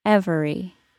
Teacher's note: I stressed the word every, and it was said with 3 syllables